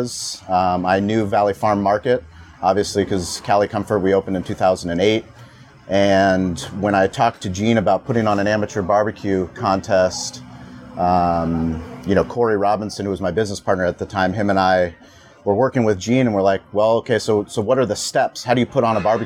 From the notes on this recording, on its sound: recorded live on the main stage of the 10th annual Spring Valley Tailgate and BBQ Fest